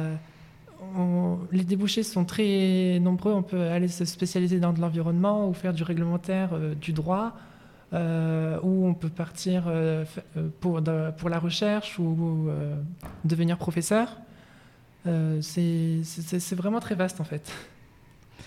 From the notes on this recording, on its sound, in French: en direct du forum de l'orientation 2024